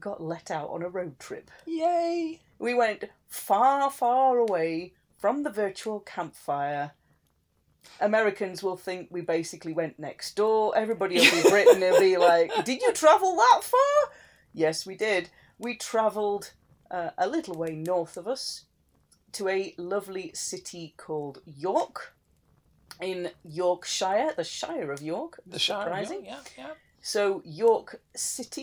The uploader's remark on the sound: Background fire ambience